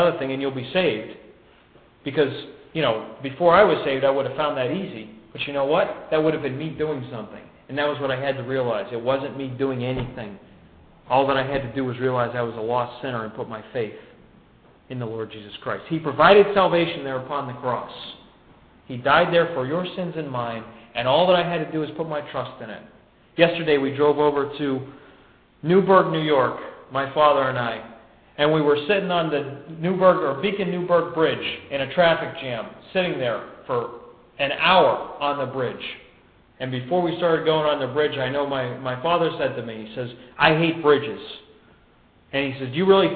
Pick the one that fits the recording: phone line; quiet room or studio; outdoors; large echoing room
large echoing room